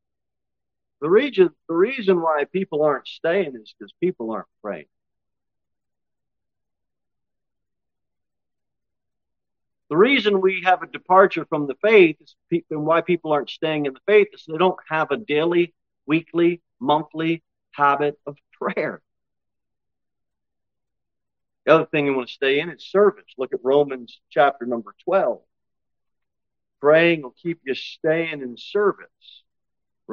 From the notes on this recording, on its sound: Sermon delivered at Pilgrim Baptist Church on Thursday, August 24, 2023, at 6-15 pm.